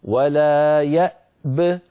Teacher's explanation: فإن وقفنا نسكن الباء ونقول ولا يأب، أعيد ولا يأب، فنسكن الهمزة ونسكن الباء مع قلقلتها هكذا ولا يأب، ولنحذر من قلقلة الهمزة التي قبل الباء. يعني ما يقول الواحد ولا يأب يأ هذه قلقلة، والهمزة لا تقلقل.